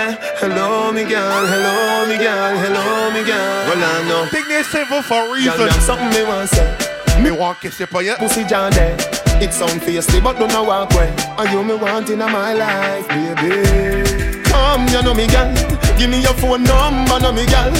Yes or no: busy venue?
yes